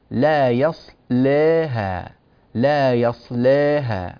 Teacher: فلدينا في هذه اللام تفخيم، ويجوز في هذه الألف التي بعدها الفتح والتقليل، فإذا أتينا بالفتح غلظنا اللام لا يصلاها، وإذا أتينا بالتقليل رققنا اللام